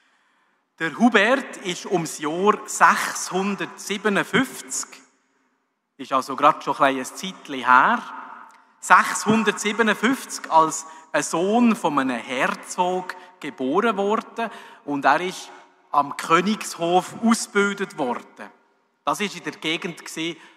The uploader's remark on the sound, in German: bei der Hubertus-Messe 2023 in der Pfarrkirche in Bellach